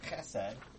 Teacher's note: It actually has a K sound, but the K is kind of, it's a guttural.